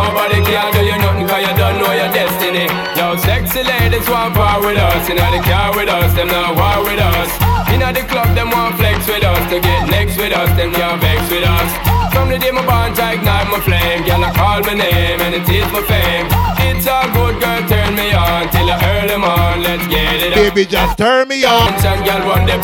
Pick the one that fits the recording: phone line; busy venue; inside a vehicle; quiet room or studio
busy venue